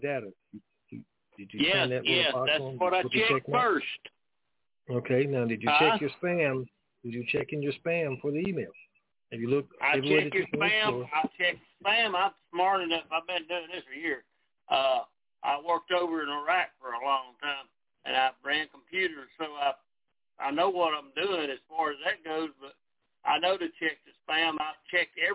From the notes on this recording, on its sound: TNTSuperfantastic Conference Call